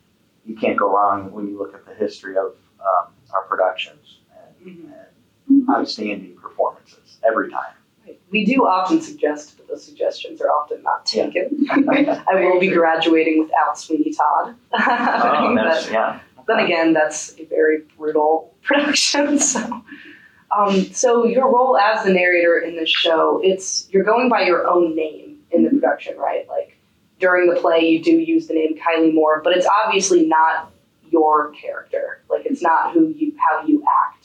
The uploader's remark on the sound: Apologies about the poor audio quality due to some technical difficulties.